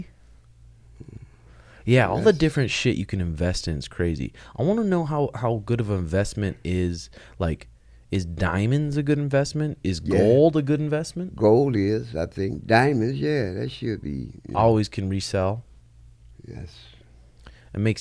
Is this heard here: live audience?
no